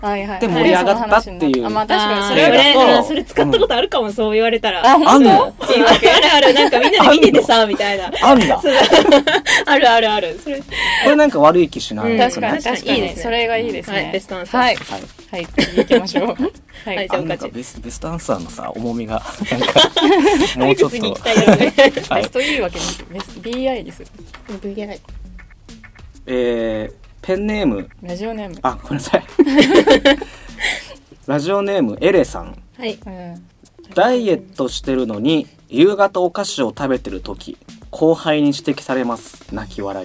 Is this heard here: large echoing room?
no